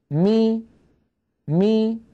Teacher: يصاحب ذلك مخرج أصل الكسرة وهي الياء بخفض الفك السفلي هكذا: مي مي. · Term: ميم مكسورة